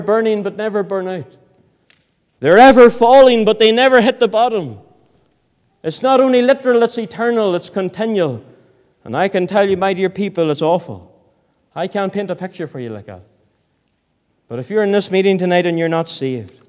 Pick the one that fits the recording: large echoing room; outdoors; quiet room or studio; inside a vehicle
large echoing room